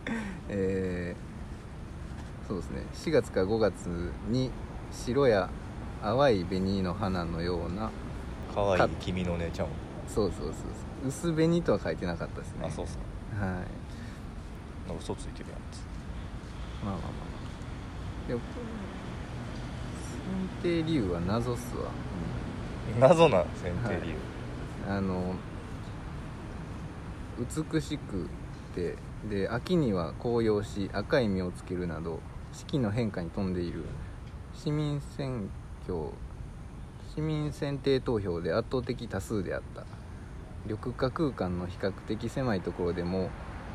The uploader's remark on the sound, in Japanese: 武庫之荘にあるカリカエ公園の石のベンチで収録しました。